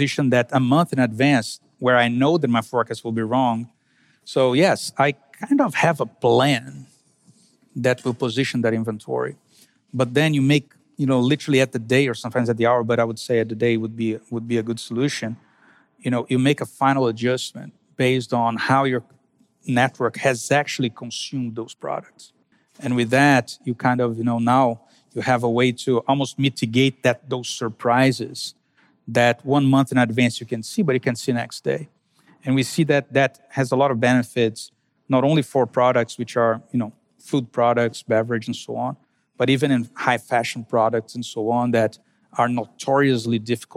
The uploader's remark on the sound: fireside chat on Day 1 of the Future of Supply Chain Conference in Northwest Arkansas